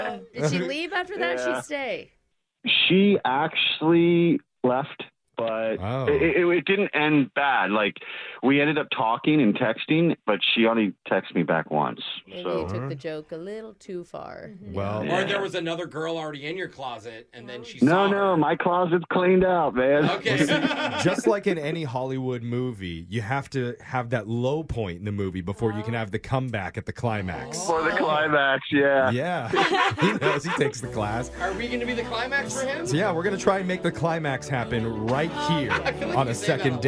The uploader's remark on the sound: The guy on the phone today